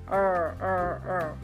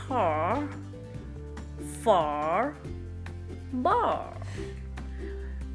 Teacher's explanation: The tongue rolls back of my mouth and it doesn't touch any part of the mouth. Okay, I repeat, tongues rolls back and it doesn't touch any part of my mouth when you make the R sound.